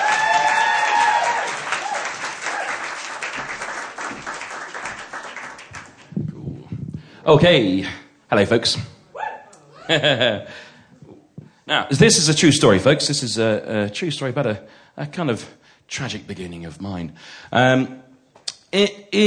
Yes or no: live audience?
yes